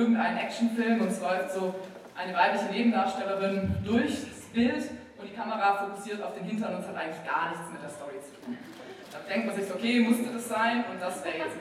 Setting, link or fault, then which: setting, live audience